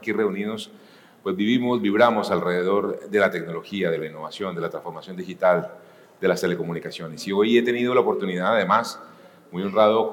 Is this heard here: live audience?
yes